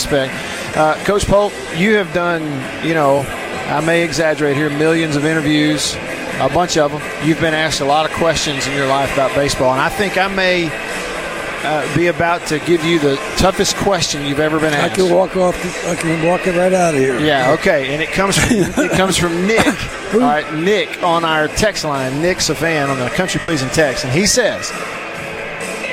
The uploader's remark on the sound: LIVE at the 2021 SEC Tournament